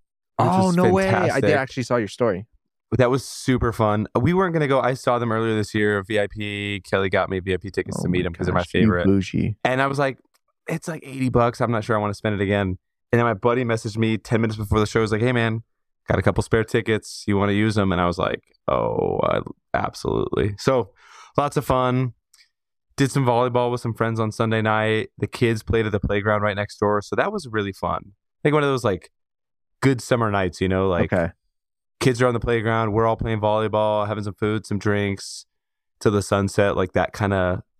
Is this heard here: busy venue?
no